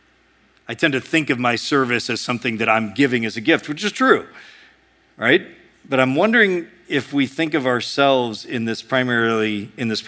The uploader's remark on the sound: A sermon preached at Sojourn East